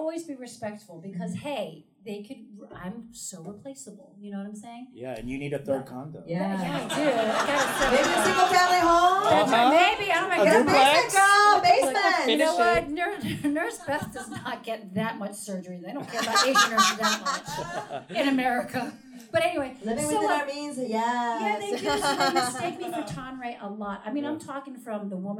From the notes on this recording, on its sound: It's the first ever LIVE Ajumma Show taped in front of a sold out audience at the Steppenwolf Theater in Chicago.